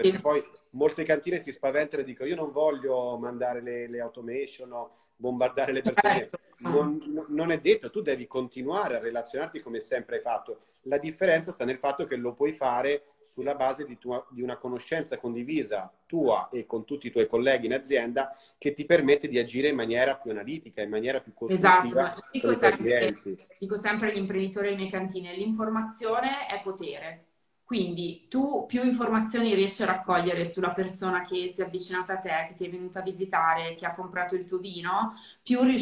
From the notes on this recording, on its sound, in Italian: Vi propongo la registrazione audio della diretta Instagram